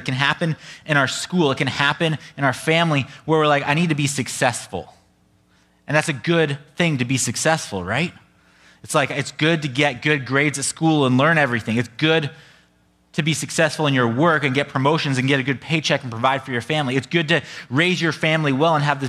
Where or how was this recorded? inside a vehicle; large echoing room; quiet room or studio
large echoing room